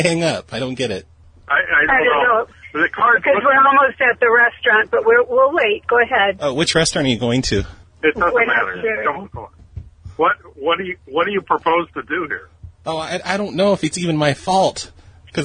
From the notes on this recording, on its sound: RBCP's Personal Prank Phone Calls Collection